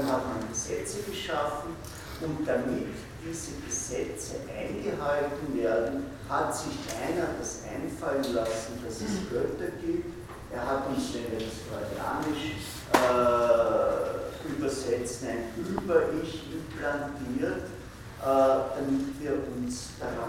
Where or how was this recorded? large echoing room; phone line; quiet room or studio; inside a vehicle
large echoing room